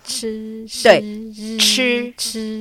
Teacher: 它的桥舌的概念就是舌尖往上顶一点点。往上，碰到上硬腭。